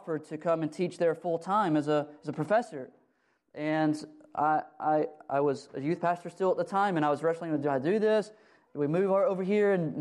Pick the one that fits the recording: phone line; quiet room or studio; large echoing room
large echoing room